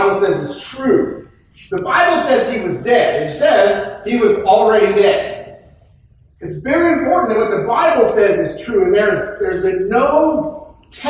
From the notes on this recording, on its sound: poor audio quality